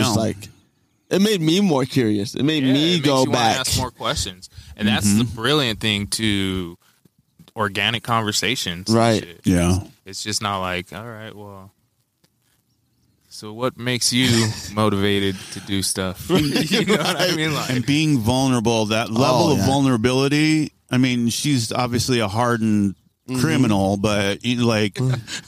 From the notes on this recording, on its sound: We Outside (Himmel Park Edition). Podcasting live at Himmel Park. Tucson.